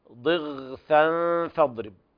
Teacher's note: فالغين هنا أقل مرتبة في التفخيم، لا تفخم بقدر عالي